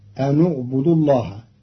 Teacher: قرأ قالون كلمتي أن اعبدوا بضم النون وصلا لضم ثالث الفعل، فتصير الجملة أن اعبدوا الله.